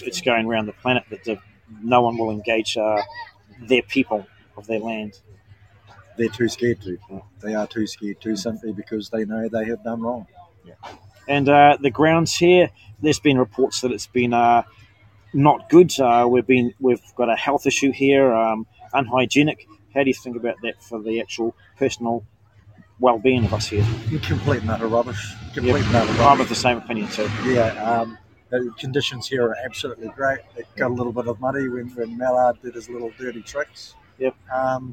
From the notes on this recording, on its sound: in Wellington, New Zealand on the grounds of Parliament